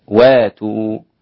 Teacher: وهذا يسمى الإبدال، إبدال الهمزة أليفا